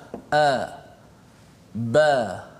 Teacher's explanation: pangkal lidah kita tak terangkat menyebabkan huruf tu nipis · Term: istifal